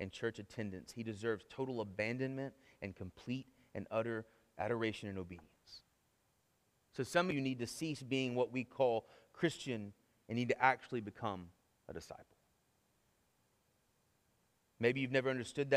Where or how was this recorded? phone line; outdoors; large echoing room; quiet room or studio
large echoing room